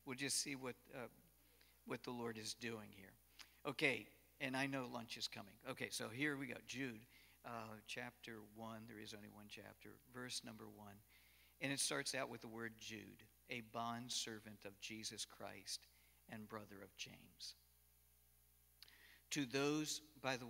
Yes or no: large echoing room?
yes